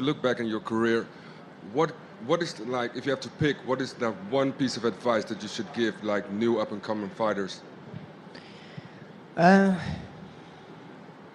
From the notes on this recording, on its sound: talks to the assembled media at the post-fight press conference